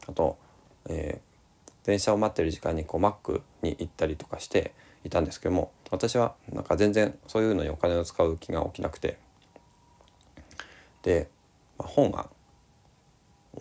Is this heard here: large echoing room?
no